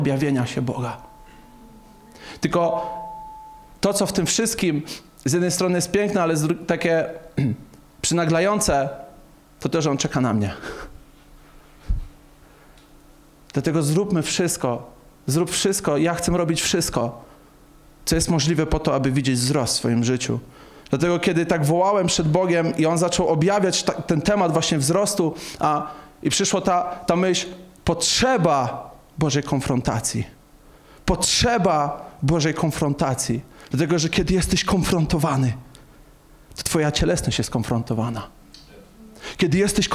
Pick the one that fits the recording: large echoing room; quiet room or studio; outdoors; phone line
large echoing room